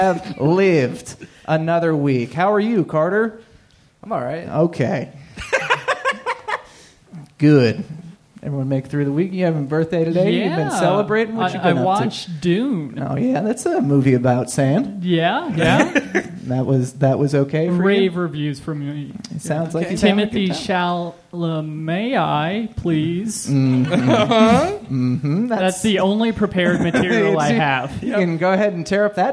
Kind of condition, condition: setting, live audience